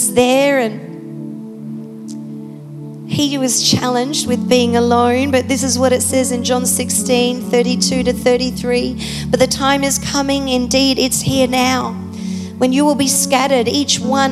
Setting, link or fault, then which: setting, large echoing room